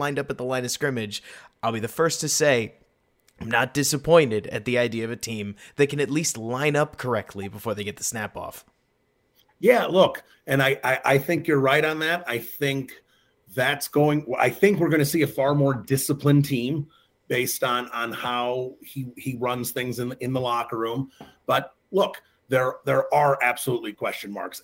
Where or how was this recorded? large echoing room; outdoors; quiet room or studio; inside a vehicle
quiet room or studio